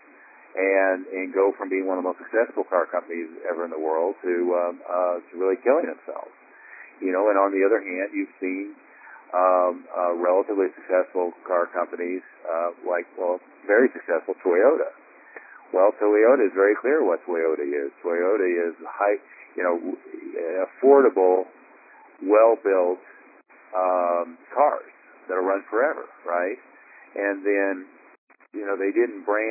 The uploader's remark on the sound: Inner Circle Teleconference